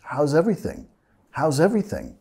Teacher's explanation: Bajando de entonación al final, ¿ok? No es how's everything, más how's everything.